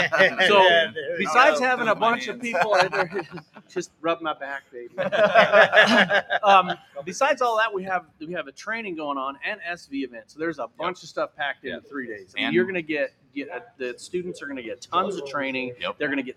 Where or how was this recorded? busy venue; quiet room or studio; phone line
busy venue